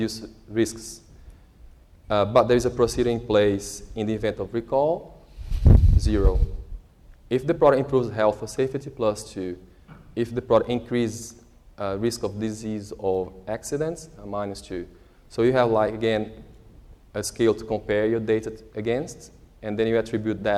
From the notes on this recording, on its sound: A discussion session based on the morning plenary presentation by the same title. Plenty of time devoted to Q&A with the audience.